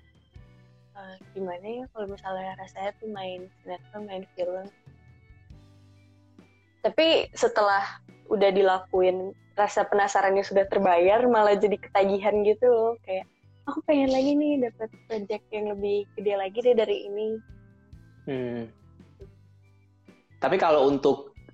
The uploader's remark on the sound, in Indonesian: direkam saat sesi Instagram LIVE